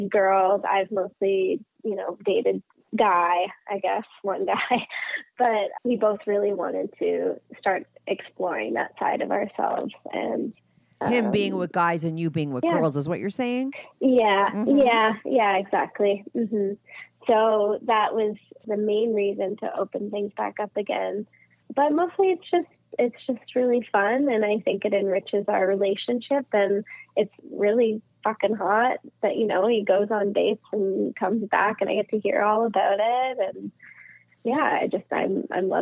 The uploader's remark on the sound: she called in to talk all about it